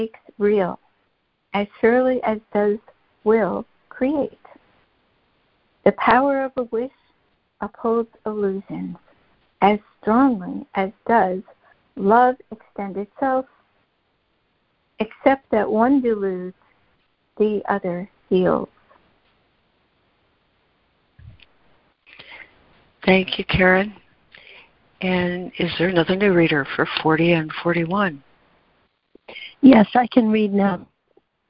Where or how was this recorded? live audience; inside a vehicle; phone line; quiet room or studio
phone line